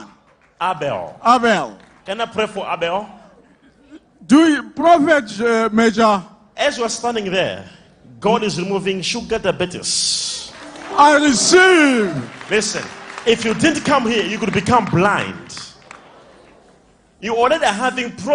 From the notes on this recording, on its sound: LIVE MID WEEK SERVICE| ECG CHURCH